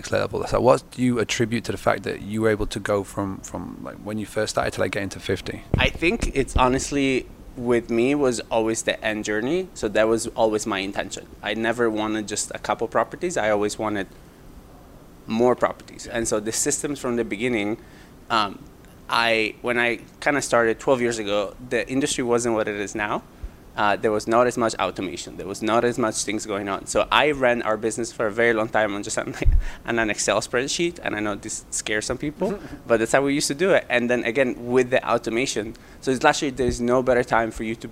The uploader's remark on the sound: while at the STR wealth conference